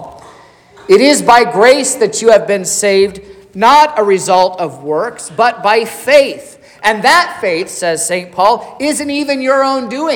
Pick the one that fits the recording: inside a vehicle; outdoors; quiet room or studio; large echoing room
large echoing room